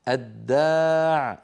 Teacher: الداع أدغمنا اللام في الدال · Term: اللام الشمسية